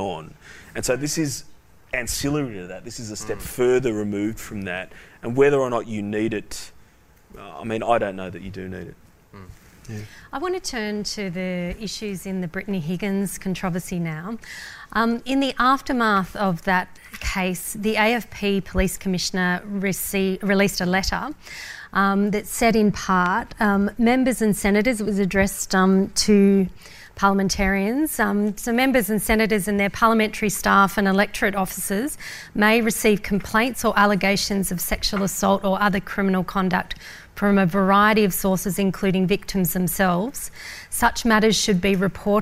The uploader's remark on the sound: The Wigs LIVE! Recorded at the NSW Public Defenders conference on Sunday 14 March, 2021 before approximately 500 conference delegates.